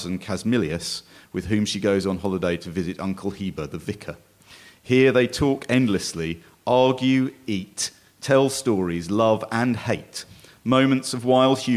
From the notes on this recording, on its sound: Recorded live at the Durham Book Festival 2016.